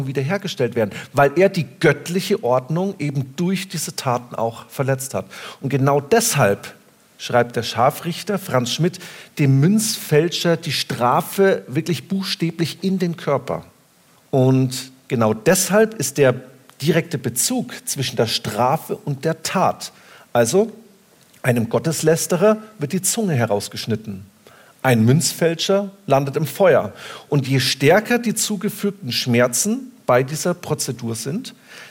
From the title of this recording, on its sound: LIVE